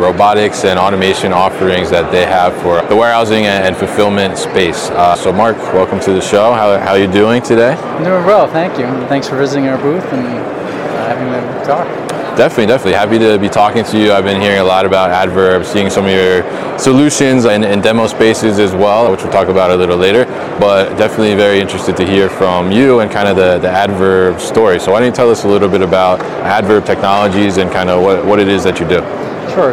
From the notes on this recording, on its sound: live from Manifest 2023